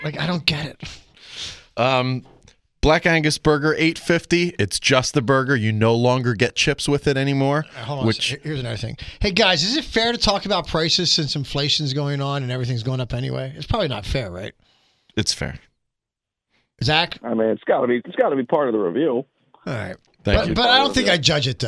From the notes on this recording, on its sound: Joins via phone fresh back from Canada.